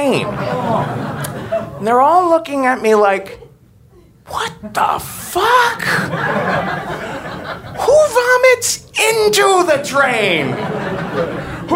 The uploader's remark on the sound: Live From NYC Podfest 2014